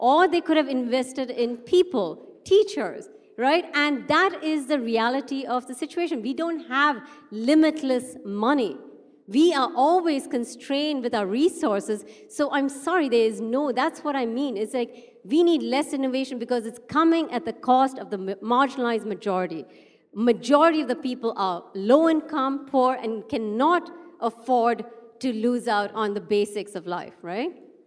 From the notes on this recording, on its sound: A live session from #JaipurLitFest2020.